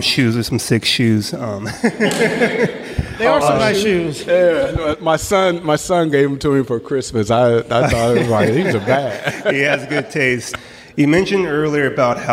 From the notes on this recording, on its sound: I was recently in Los Angeles for work, and while there, I had the opportunity to do a live show with AIGA Los Angeles.